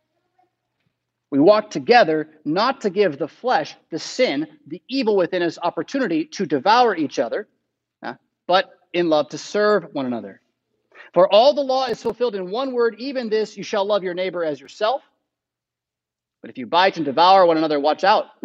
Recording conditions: large echoing room